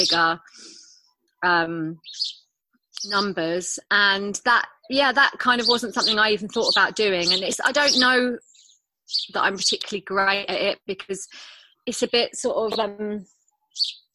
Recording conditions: video call